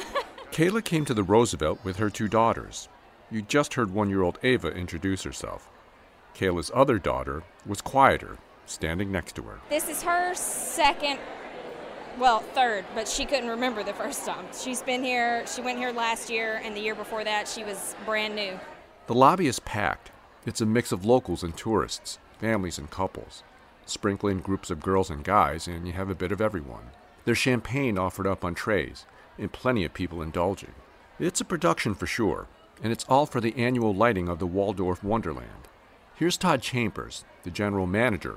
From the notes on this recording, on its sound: On location at the Roosevelt Hotel Lobby in New Orleans for the holiday lighting ceremony. Champagne on trays and tourists mingling with locals celebrate a spectacle that goes back generations.